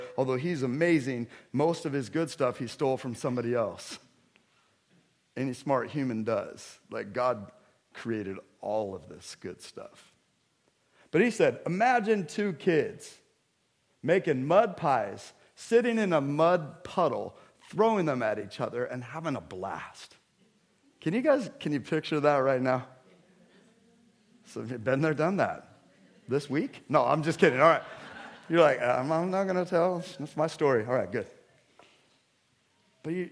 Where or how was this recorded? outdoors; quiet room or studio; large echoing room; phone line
large echoing room